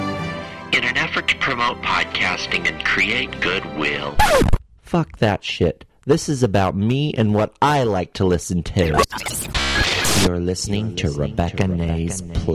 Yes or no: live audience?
no